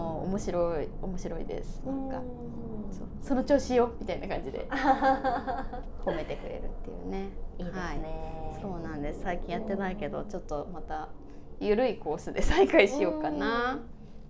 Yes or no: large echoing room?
no